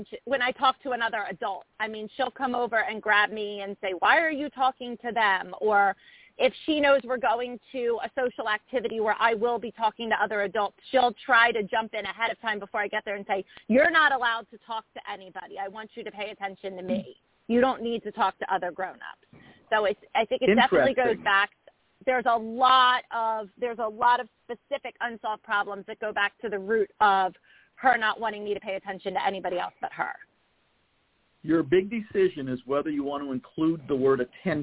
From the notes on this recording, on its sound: a mom who called